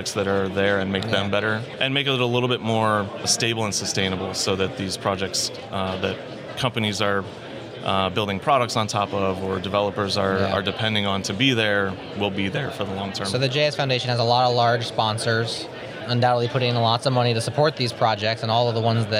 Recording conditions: busy venue